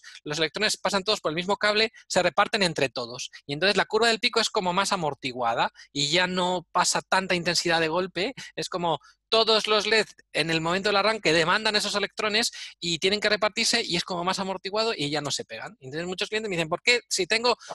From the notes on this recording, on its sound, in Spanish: Audio del webinar. Audio del webinar sobre iluminación con tiras de LED RGBW y el módulo Z-Wave RGBW de Fibaro .